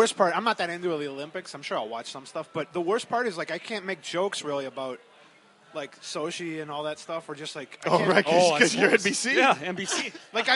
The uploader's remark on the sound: For this week's Sportive, we actually got out of the house and recorded at a bar, Gleeman and the Geek style.